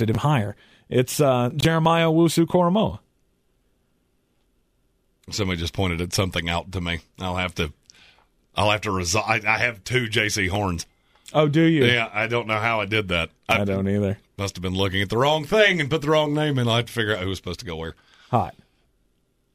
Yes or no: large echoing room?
no